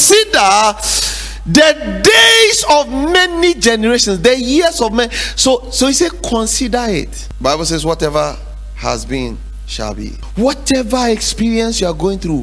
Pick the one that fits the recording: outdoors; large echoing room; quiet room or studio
large echoing room